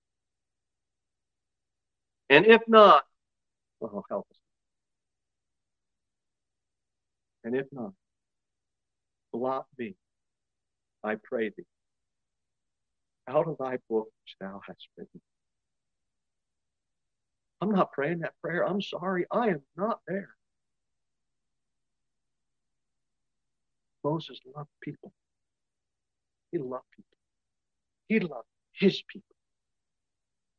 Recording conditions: large echoing room